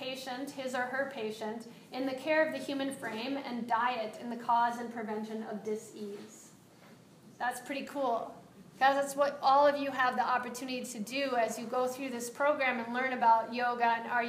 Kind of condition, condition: setting, live audience